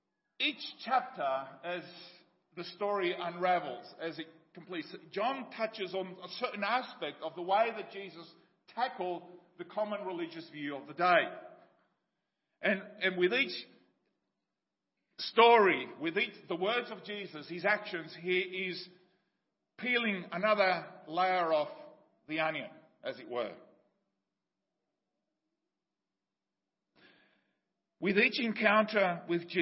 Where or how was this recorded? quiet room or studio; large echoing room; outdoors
large echoing room